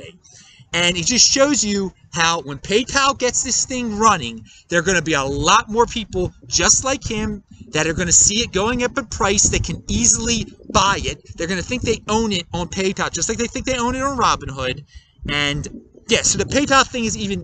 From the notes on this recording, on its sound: I am outside on election day! Recorded in Salt Lake City, UT!